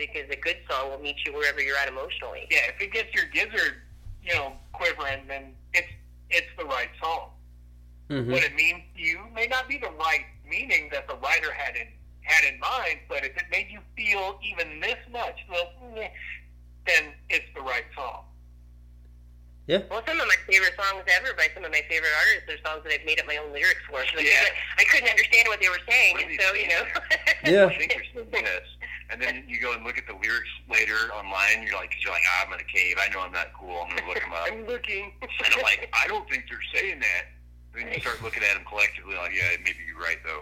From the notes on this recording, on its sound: burnt the phone lines